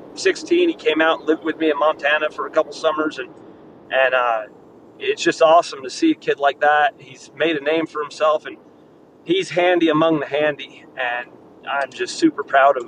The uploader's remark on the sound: driving back from a rodeo, so the audio is a little wonky